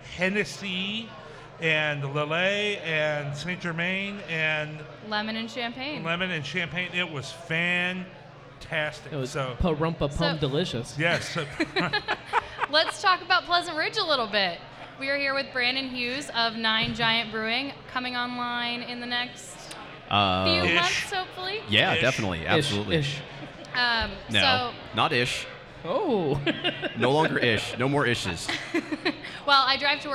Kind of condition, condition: setting, busy venue